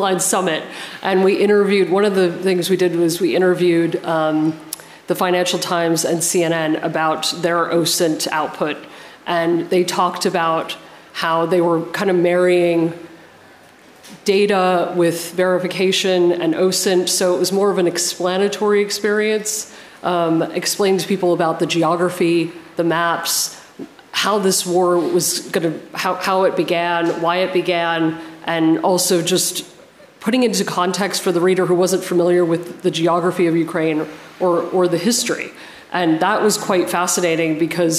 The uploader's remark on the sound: Live from the 2023 International Journalism Festival in Perugia